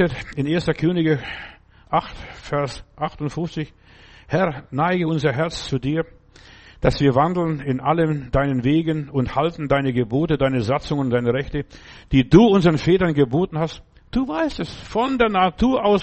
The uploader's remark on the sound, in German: im Gemeinde-Zentrum in Berlin aufgenommen